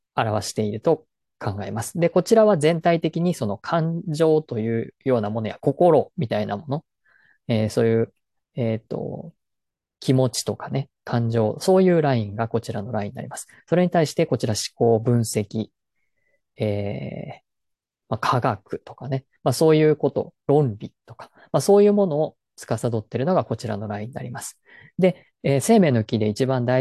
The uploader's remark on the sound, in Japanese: 説明会の内容を音声のみアップしました。本来はZOOMで行ったものなので画像があります。